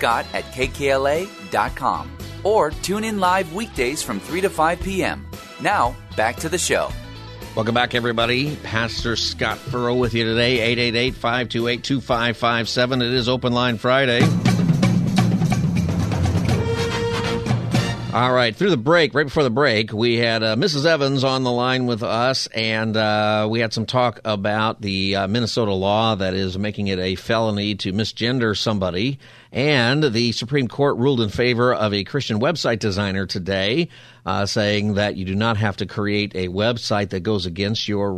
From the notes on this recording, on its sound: Open Phone Friday